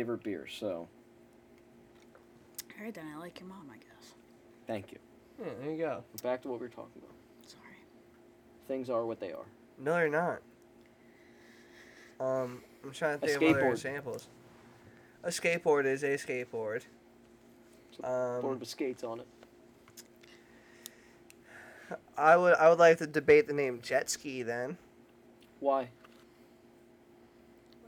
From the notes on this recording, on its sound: The 4th of July Special we recorded at the beach during fireworks.